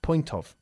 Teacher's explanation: Lo importante aquí es intentar unir las palabras point y of, ¿ok? Point of, como si fuesen una sola.